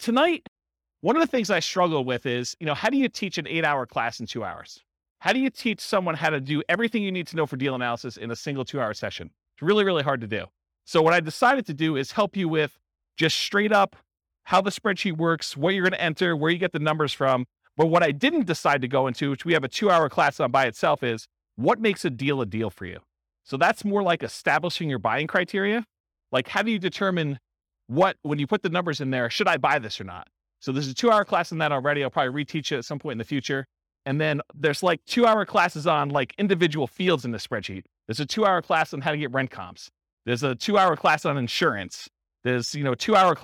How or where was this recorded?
live audience